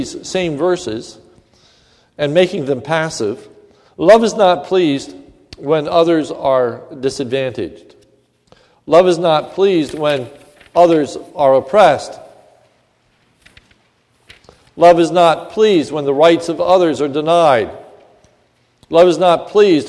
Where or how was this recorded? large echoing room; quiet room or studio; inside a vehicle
large echoing room